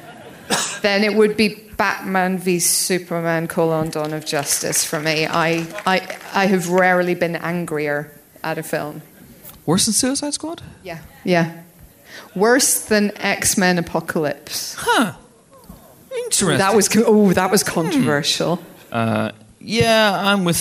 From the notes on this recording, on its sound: a sold-out audience join us for a very special live podcast, direct from Empire Live at The O2 in London